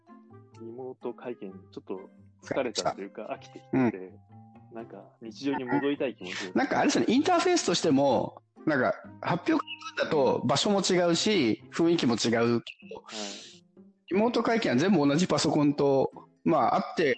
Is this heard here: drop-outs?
yes